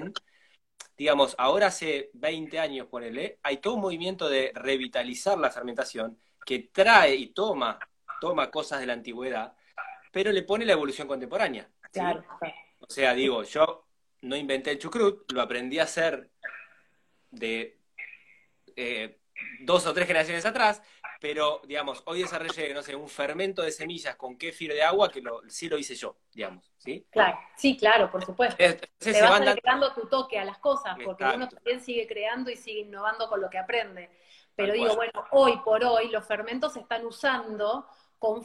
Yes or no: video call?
yes